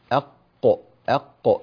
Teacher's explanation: القاف تخرج من هنا من الداخل. أق أق، يرتفع اللسان ويطرق في سقف الفم اللي هو يسمى الحنك الأعلى، الحنك الأعلى، فنقول أق أق، هذا هو مخرج القاف.